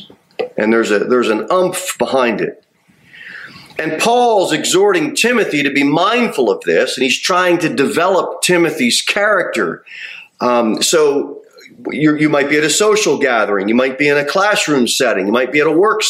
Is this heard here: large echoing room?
yes